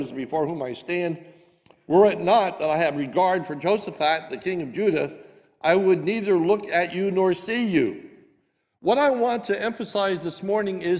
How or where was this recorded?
large echoing room